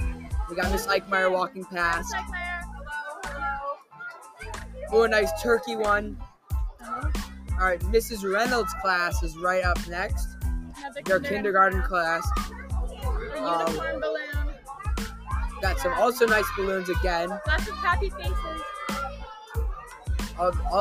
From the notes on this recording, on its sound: live at the Norup Thanksgiving Parade